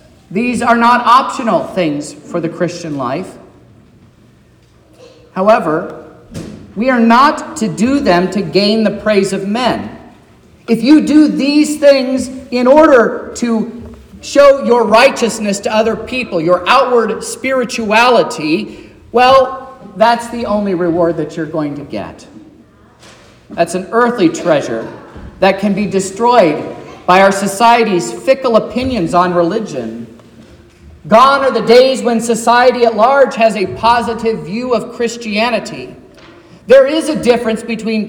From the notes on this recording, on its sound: This is the sermon preached at Trinity Lutheran Church in Vallonia, Indiana, on Wednesday, February 14th, 2024, which was Ash Wednesday.